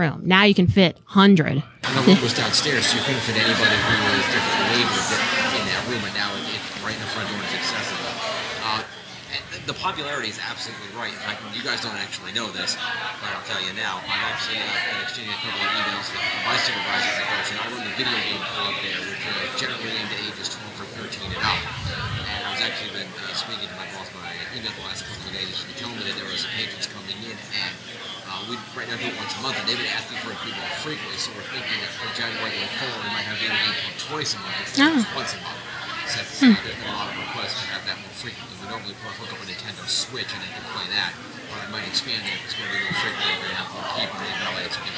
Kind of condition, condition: setting, busy venue